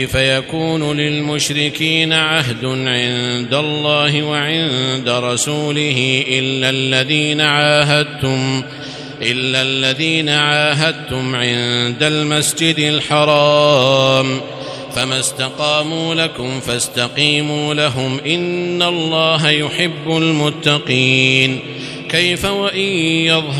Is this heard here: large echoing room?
yes